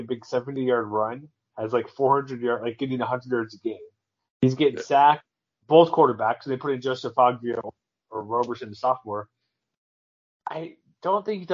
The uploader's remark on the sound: Apologizes for audio. Internet wasn't cooperating.